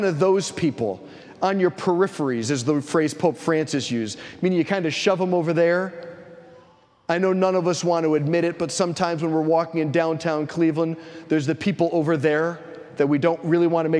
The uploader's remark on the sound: preached this homily on August 20, 2023 at St Basil the Great Catholic Church in Brecksville, OH.